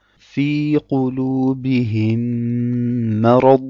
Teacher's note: Wir schließen also die Lippen auf das erste Meme, halten die Lippen ein wenig geschlossen und öffnen es dann, wenn wir das zweite Meme aussprechen wollen. · Term: Al-Idram al-Shafawi